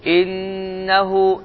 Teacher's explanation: Həmçinin innahu sözündə uzatdıq, çünki şəddəli nun gəldi və dedi ki, əgər şəddəli nun gələrsə və ya şəddəli mim gələrsə, bu zaman bu iki hərif uzanar. Bu hərfin xüsusiyyətlərindəndir ki, şəddəli hallarda uzanmasını sevər.